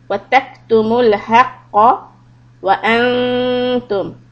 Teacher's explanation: When you have a sukoon on the letter kaf, then try to let the air continue just a little bit.